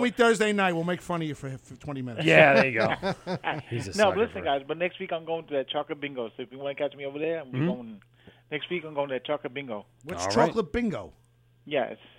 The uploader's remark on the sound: Many people called into the studio including some past friends and some new ones from all over including NC and WA.